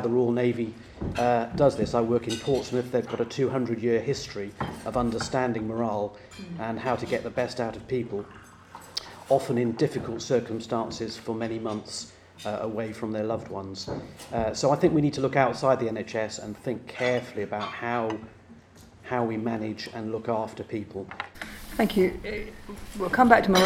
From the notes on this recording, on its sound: In The BMJ roundtable, recorded at the Nuffield Trust Health Policy Summit on Friday 4 March 2016.